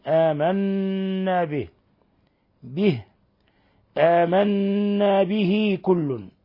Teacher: صلة صغرى، حيث أن الكسرة تشبع وتصير ياء